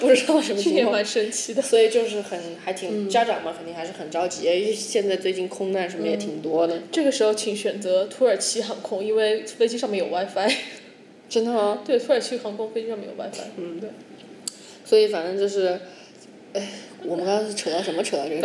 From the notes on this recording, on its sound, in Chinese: 本期节目面基录制，房间混响较大